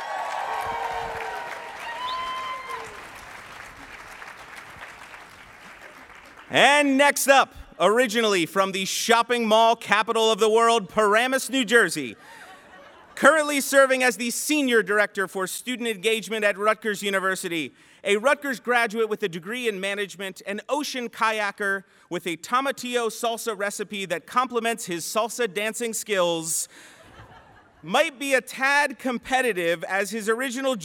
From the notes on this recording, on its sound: feedback from the live audience